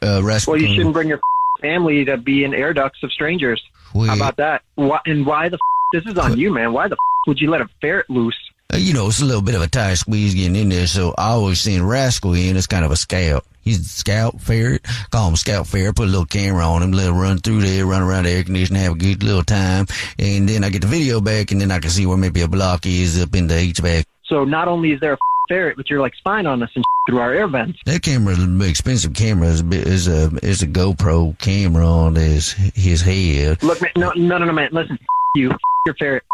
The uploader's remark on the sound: phone prank style